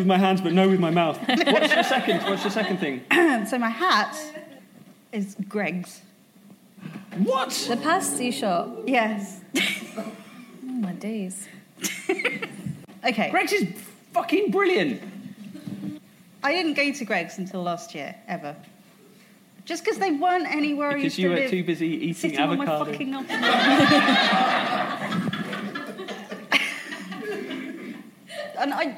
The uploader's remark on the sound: LIVE FROM THE LONDON PODCAST FESTIVAL 2016. This special episode comes live to you from the London Podcast Festival.